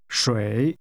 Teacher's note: Water is pronounced with a falling, rising tone.